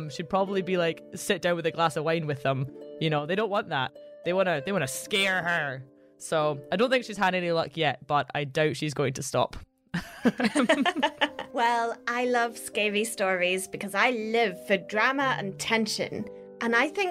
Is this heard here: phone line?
no